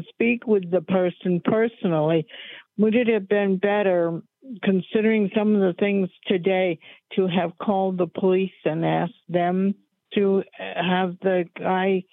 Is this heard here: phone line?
yes